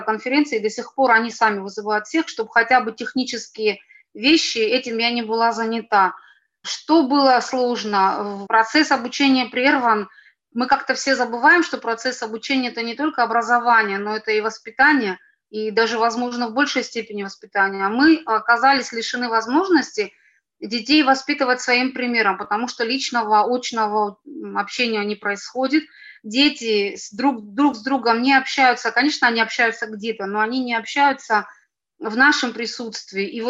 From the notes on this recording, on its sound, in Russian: Вторая часть Дискуссионного клуба, прошедшего 18 декабря на платформе ZOOM. Поскольку встреча вышла довольно продолжительной, запись была разделена на два подкаста.